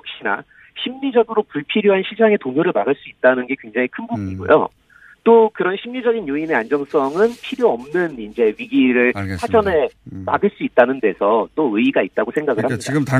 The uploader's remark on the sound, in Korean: 전화연결